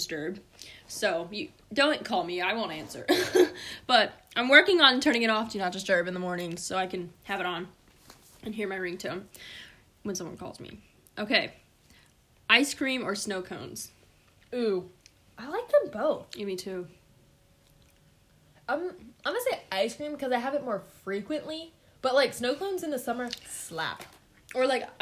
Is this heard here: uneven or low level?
yes